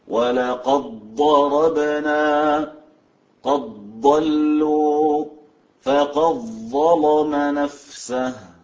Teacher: يعني ورش خالف قالون في هذين الحرفين، أدغم الدال في الضاد والظاء